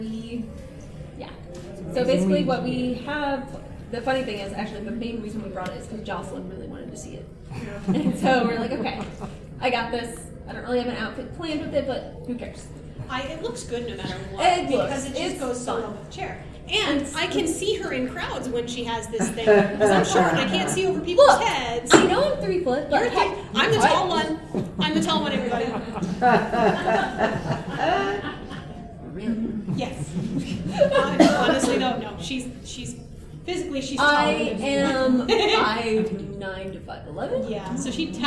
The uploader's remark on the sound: Wild Wild West Con 11 Panel Origins of A.S.G.A.R.D. Ballroom I+J at Casino Del Sol.